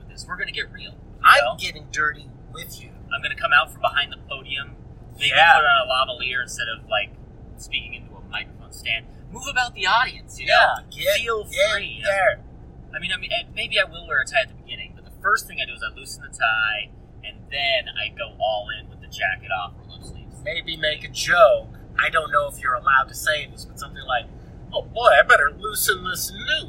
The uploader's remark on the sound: In an audiographically catastrophic episode, the boys answer a viewer question about rumination while driving back from their trip to Portland.